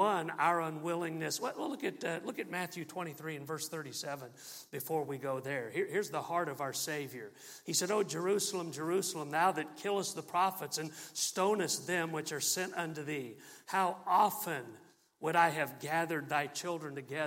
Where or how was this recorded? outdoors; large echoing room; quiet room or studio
large echoing room